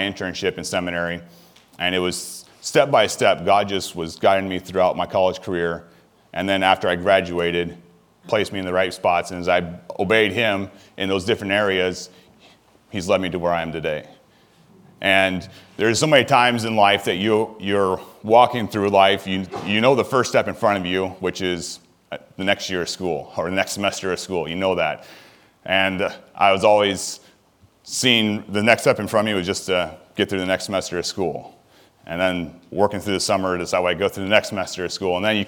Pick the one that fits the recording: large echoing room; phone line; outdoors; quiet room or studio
large echoing room